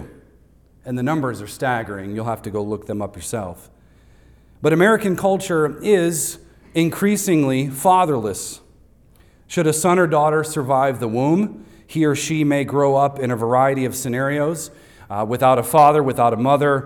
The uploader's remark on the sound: recorded on Sunday, June 18th, 2023, at Devonshire Church in Harrisburg, PA.